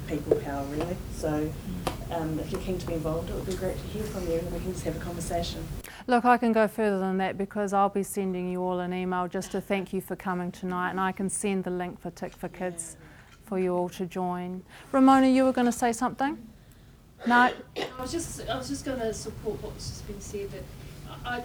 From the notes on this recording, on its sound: The episode was recorded live at Wellington's historic Paramount Cinema during an evening of short films highlighting New Zealand's child poverty problem. The filmmakers and several voices from the films participated in a live Q&A.